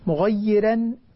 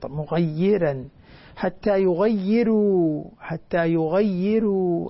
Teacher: مغيرا ترقيق الراء، لأن الراء هنا مفتوحة بعد ياء بعد كسر